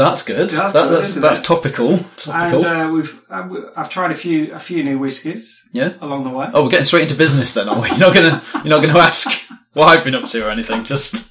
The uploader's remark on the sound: This is the yearly raw unedited recording. We just hit record and then set about discussing the list, so don’t complain about the sound quality.